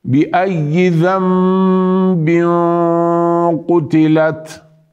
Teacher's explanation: بأي ذنب قتلت، شددنا على الياء شدة من غير تكلف، وكذلك قلبنا النون إلى الميم لأنه أتى بعدها حرف الباء · Term: الإقلاب